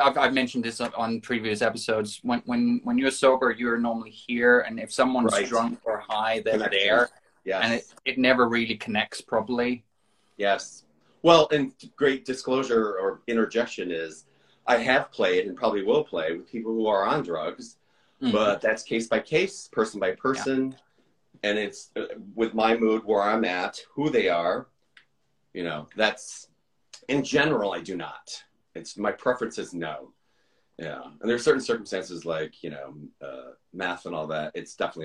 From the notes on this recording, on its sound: Recorded on 10 March 2023 on Instagram Live